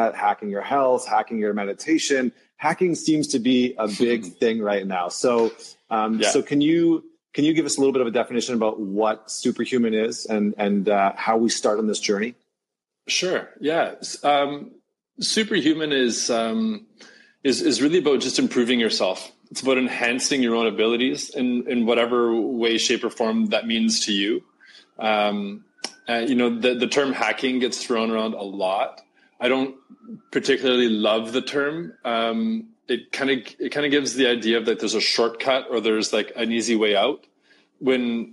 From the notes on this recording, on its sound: Live stream call.